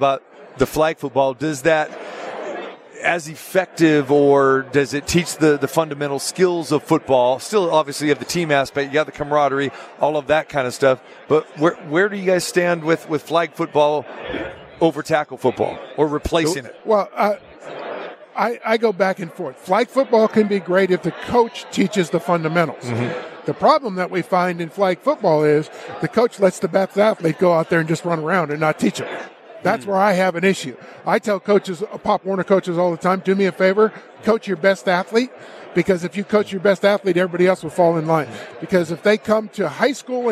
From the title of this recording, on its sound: Live from Radio Row Super Bowl 58